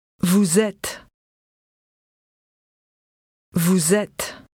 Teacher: This sound links the words vous and et to make them easier to pronounce together